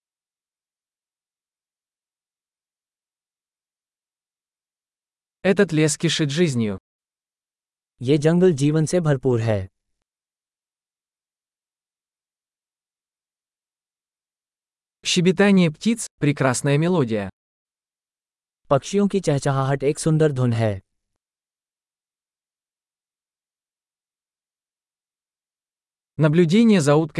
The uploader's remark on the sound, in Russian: Шум журчания ручья оказывает лечебное воздействие. Панорама с этой вершины холма захватывает дух.